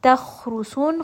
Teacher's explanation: kha is going to be heavy. It is one of those letters that is permanently heavy.